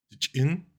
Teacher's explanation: Yeah, there's a glottal stop in it.